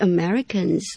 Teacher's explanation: 结尾是 N 的音 N 也是有声的